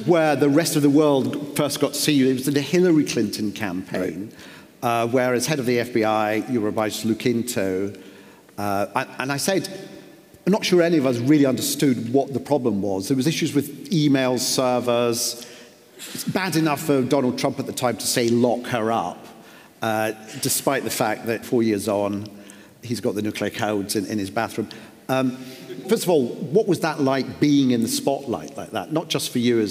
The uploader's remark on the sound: This episode is part two of our live event